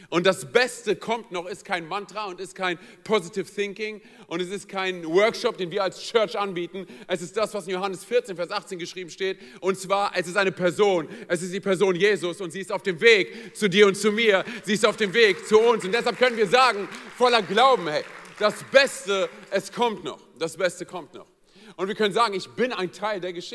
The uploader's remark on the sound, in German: aus unserem Gottesdienst am 21.